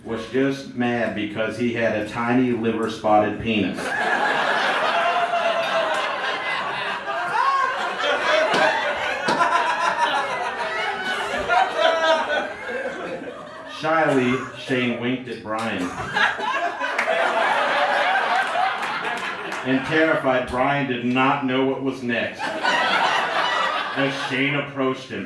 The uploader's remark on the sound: Recorded live at the Blue Monk in Portland, OR.